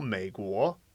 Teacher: the second tone seems to take longer to say, whilst the third tone is shorter but deeper